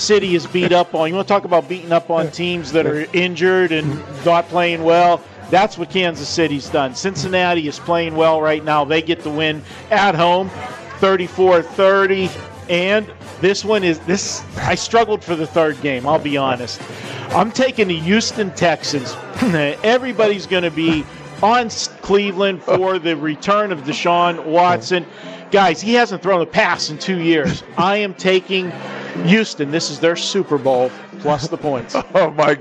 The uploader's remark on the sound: live from the Superbook at the Westgate